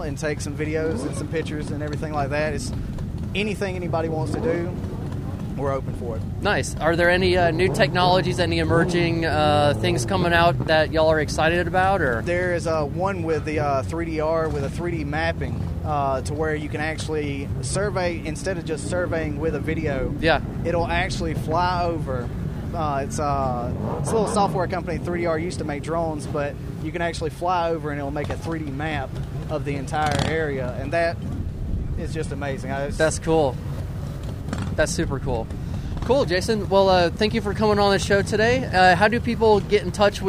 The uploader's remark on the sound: LIVE from Caffeine and Octane. Broadcasting LIVE from the Pro Business Channel studios in Atlanta.